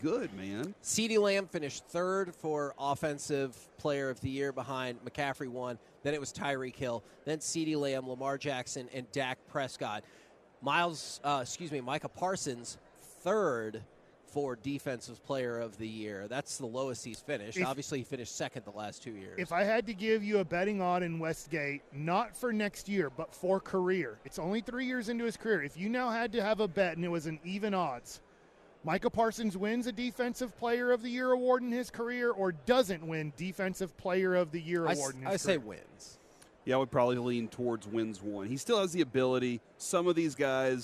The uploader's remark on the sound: LIVE from Radio Row in Las Vegas!